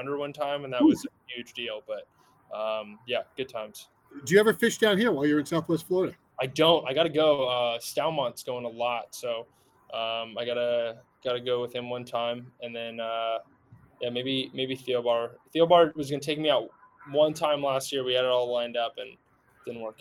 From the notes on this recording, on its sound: the sounds of Spring Training in Fort Myers